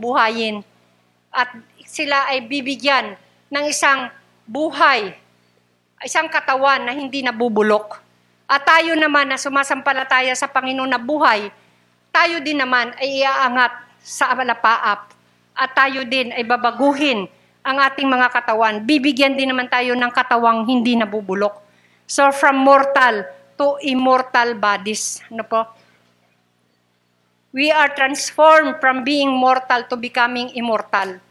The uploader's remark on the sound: Recorded live at The Shepherd Of Faith Family Church on February 13, 2022.